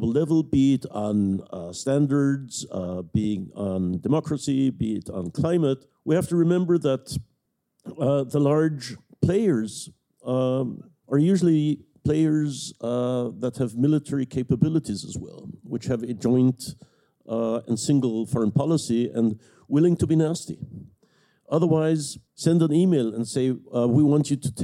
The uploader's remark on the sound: Live from the European Forum Alpbach. Recorded in front of a live audience at the European Forum Alpbach in Austria.